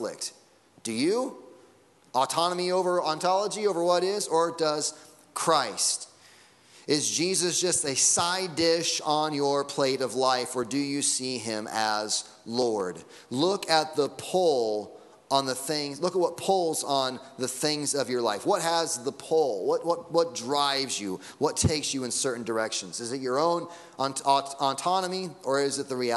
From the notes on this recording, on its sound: Sunday Morning Sermon Audio.